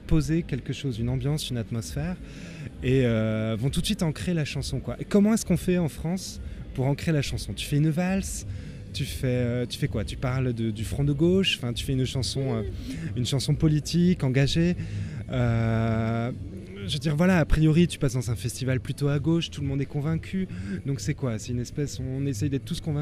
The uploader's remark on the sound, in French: C'était lors du 4 ème Festival des Jours de Fêtes ! C'était lors du 4 ème Festival des Jours de Fêtes !